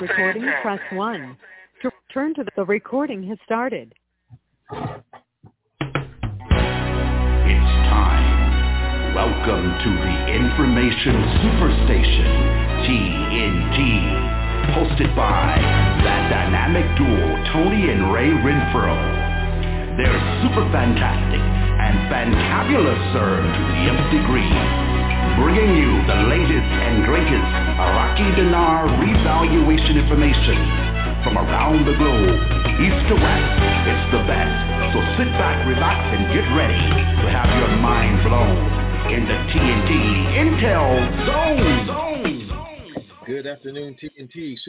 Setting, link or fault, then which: link, phone line